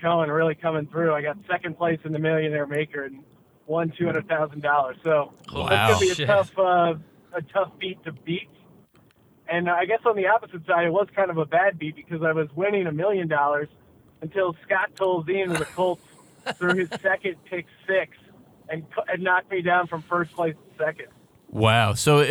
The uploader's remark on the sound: For an exclusive LIVE in-studio interview. Calls into the show on his way to Las Vegas.